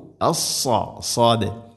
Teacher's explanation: സ്വാദ് ഉച്ചരിക്കുമ്പോൾ നാവിൻ്റെ മധ്യഭാഗം അണ്ണാക്കിലേക്ക് ഉയർന്നു നിൽക്കണം. അത് ഹെവി ലെറ്ററാണ്, ഇസ്തിഇല എൻ്റെ അക്ഷരമാണ്.